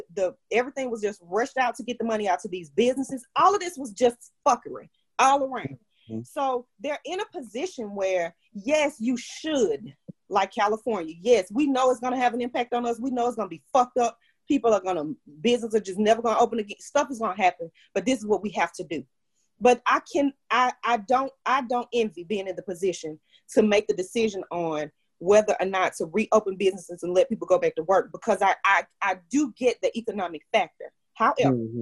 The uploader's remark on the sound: It's our first Zoom Podcast.